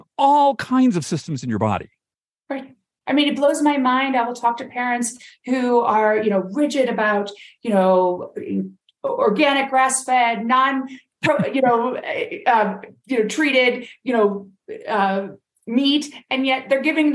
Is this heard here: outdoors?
no